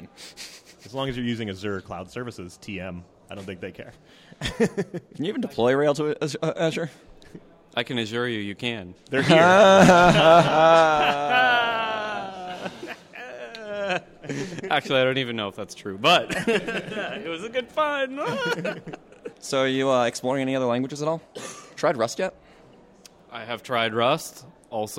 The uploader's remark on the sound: Live from RailsConf. We also field audience questions.